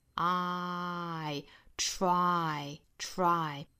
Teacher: 们说这个人的这个日卷度要更多啊，日这个顶多是翘舌，我们舌头要往里去卷啊，卷成儿儿儿这样子的卷度，两个动作加在一起才能够发出英语里面的这个 r 的发音 r。rr，再去加前面的辅音呢，就变成了 tr tr trtr，其实就跟汉语这个戳一下这个戳很像了哈，但是要注意英语里面的这两点。tr 之后呢，再去发这个双元音 i 的发音。那我们汉语里面的那个 try 的那个 i，它的开口度呢，顶多就是一个 i 这样的大小，但是英语里面的这个 i 是上下开口度要更大，并且过渡到一个更小的口型